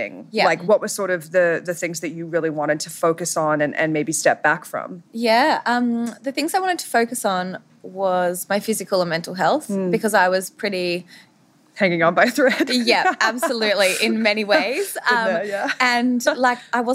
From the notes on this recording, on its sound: LIVE from the 2022 JBL Fest in Las Vegas.